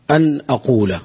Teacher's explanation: نون ساكنة أتى بعدها الهمزة، والهمزة من حروف الإظهار